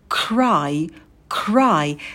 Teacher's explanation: На звуки «к» добавляем придыхание. Чтобы вам было легче, то уже вытяните вперед немного губы, подготовьтесь к следующему звуку «р».